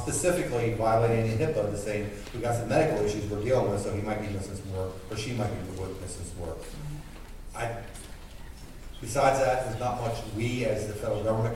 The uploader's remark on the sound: We are still at the 13th annual FTA Drug and Alcohol National Conference.